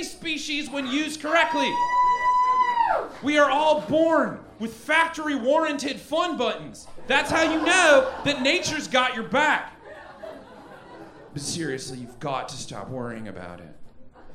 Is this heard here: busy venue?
yes